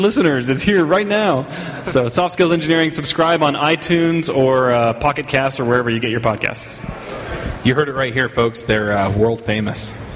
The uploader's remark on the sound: Live from ng-conf!